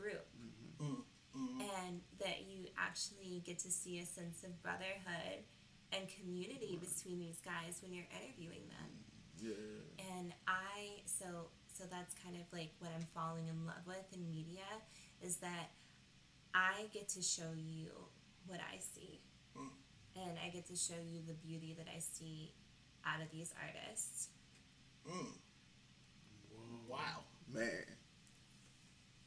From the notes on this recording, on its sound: We apologize for the Audio quality, with moving to a new space we’re still trying to get it right.